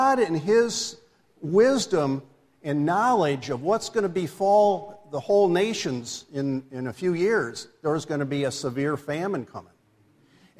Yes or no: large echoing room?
yes